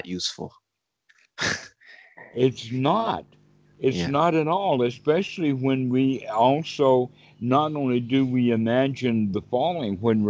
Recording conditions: video call